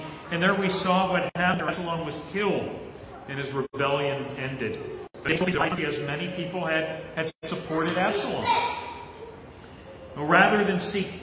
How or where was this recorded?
large echoing room